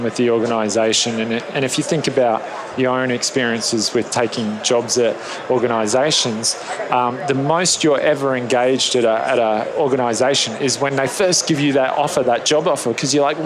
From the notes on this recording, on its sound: LIVE from Las Vegas, at #HRTechConf